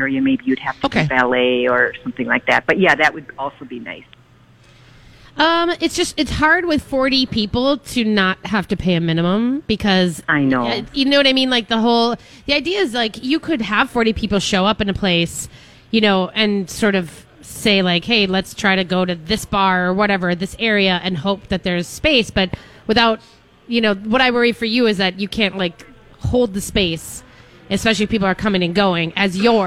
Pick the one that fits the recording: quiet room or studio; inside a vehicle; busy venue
busy venue